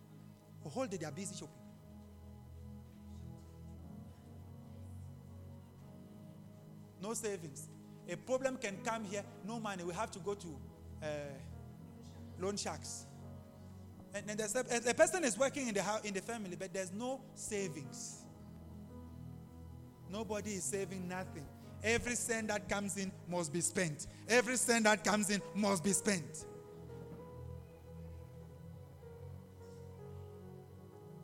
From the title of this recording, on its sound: LIVE AT ABC ROBEGA